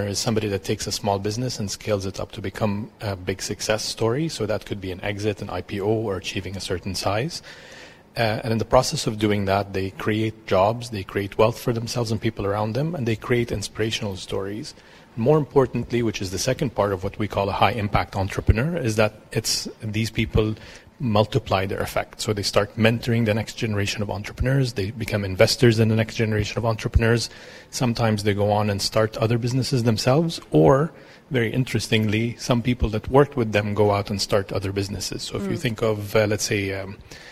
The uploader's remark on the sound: Live on location at the Etisalat Hello Business Hub